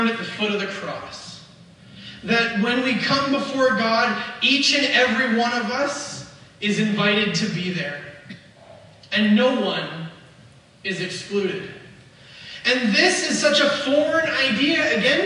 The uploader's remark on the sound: We apologizefor the poor audio quality for this weeks message, we had some interruptionsin our usual recording process and they will be fixed for next week.